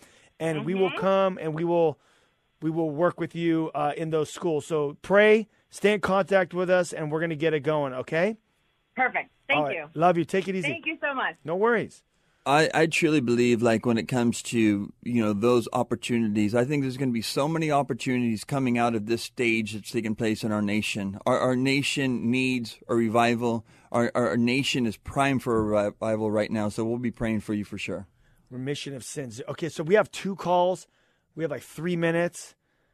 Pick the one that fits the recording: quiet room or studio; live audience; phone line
phone line